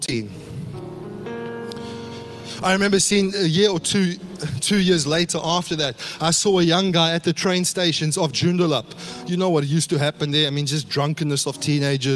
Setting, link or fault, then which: setting, large echoing room